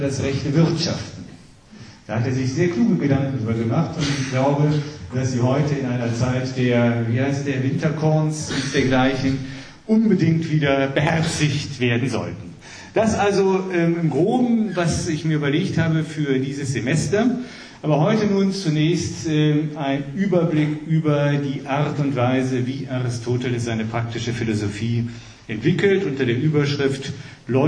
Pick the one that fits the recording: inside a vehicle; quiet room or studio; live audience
live audience